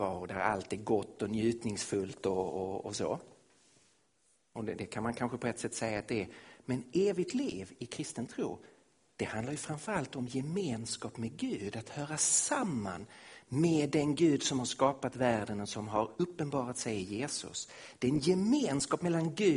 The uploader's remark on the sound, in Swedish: Inspelad i Missionshuset i Kristiansand, Norge 2016-08-21.